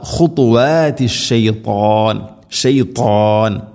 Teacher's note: ശരിക്കും ത ഉച്ചരിക്കരുത്, കൃത്യമായിട്ടും ത തീ തോ എത് ഖുത്വാതി ശൈത്താൻ ഷെയ്ത്വാൻ ത. ഇവിടെല്ലാം ത ഉച്ചരിക്കുന്ന സമയത്ത് നാവിൻ്റെ മധ്യഭാഗം അണ്ണാക്കിലേക്ക് ചേർന്ന് നിൽക്കണം, അപ്പോഴാണ് അതിൻ്റെ കൃത്യമായ ശബ്ദം വരികയുള്ളൂ.